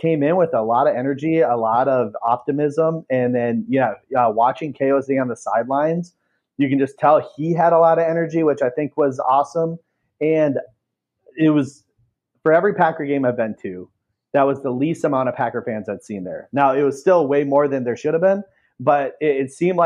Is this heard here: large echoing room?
no